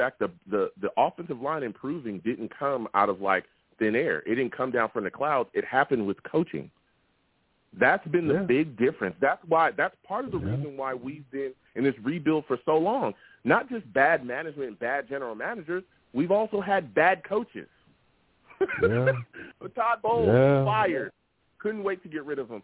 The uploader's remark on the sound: I also take live callers!